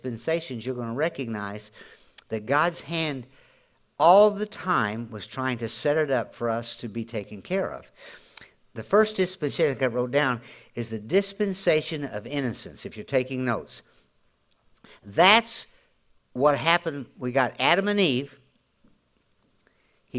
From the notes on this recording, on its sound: Audio podcast from Grace Church